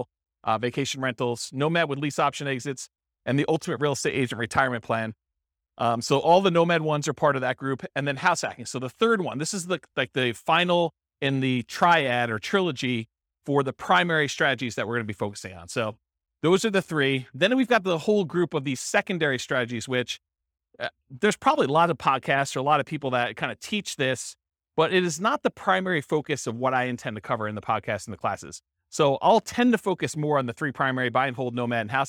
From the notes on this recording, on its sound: This was a live class recorded